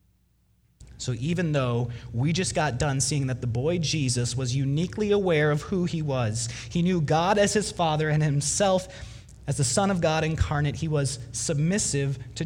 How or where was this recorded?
large echoing room